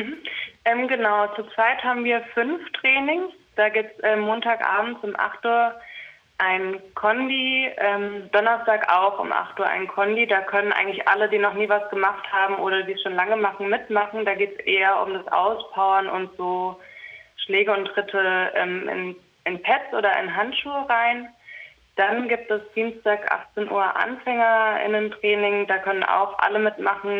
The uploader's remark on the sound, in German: jetzt hier am Telefon